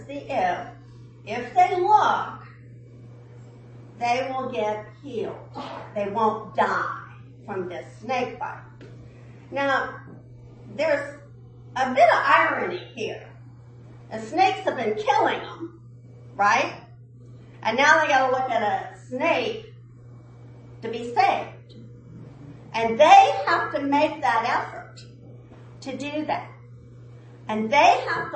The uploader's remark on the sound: At the 9AM service.